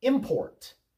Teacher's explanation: Import with the accent on the first syllable is a noun